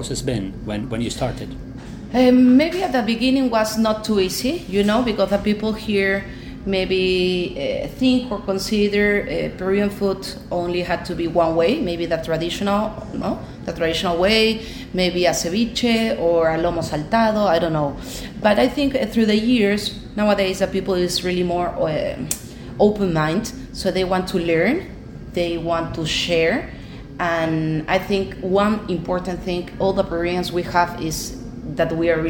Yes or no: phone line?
no